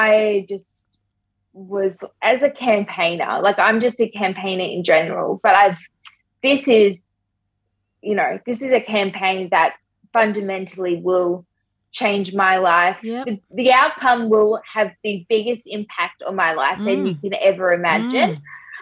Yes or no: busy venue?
no